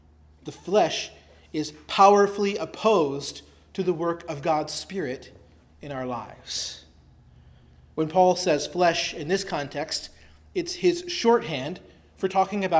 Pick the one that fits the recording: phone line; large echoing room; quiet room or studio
large echoing room